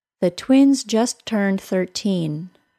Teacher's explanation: The second syllable of 13 was stressed.